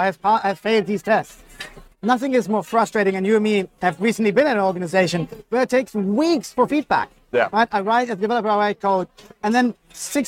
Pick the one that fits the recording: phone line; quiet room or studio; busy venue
busy venue